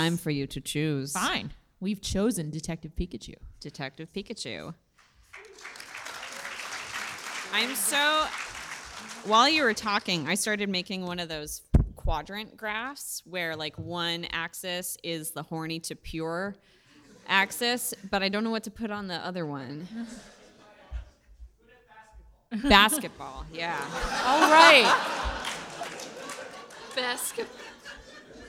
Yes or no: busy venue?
yes